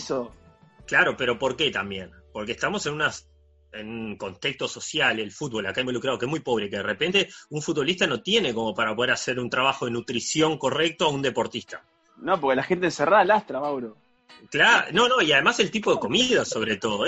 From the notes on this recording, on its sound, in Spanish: lo hicimos DESDE CASA, usando la ya famosa aplicación Zoom.